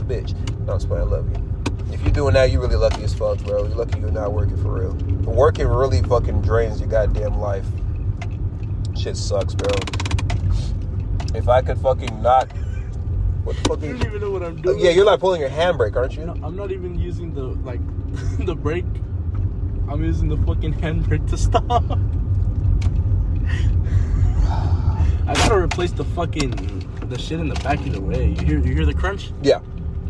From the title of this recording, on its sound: Random Thoughts While Driving